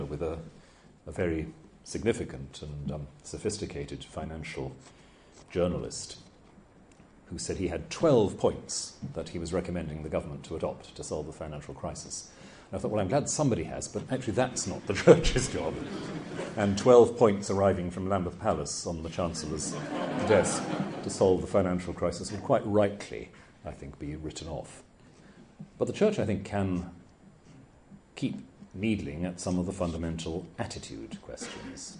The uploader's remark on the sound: Took place in October 2008 at the University of Chichester Bishop Otter Campus. Below is a recording of the Q&A session after the lecture.